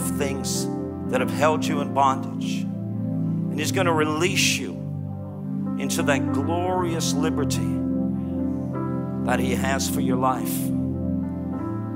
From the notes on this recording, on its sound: Live from Neuma Church in Melbourne, Australia.